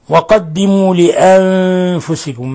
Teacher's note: نون ساكنة جاء بعدها الفاء، الحكم التجويدي إخفاء حقيقي